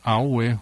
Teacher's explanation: The word for skin is awe, which is low, high. The word for hand is awe, which is low, high